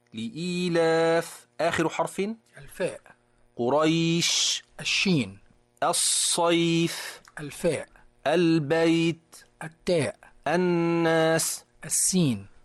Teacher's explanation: هل لاحظت الهواء الذي يخرج مع الفاء والشين والصاد والتاء والسين